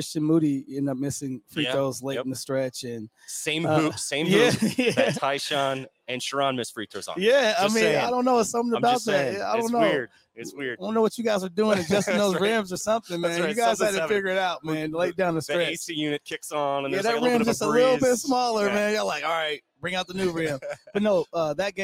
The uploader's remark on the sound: Border War LIVE Pregame Show from Wayne & Larry's. Live from Wayne & Larry's in Lawrence, Kansas.